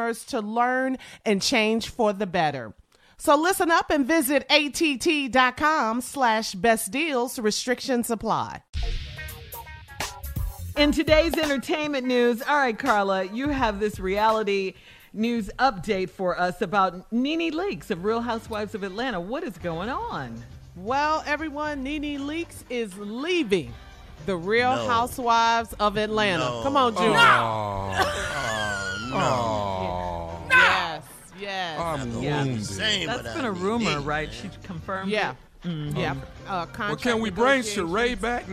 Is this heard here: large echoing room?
no